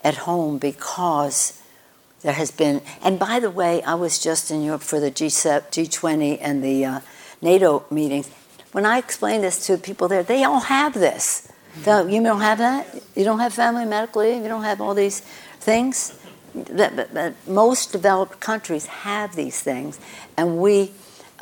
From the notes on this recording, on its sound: On stage at KQED Live. (at KQED Live). On stage at KQED Live.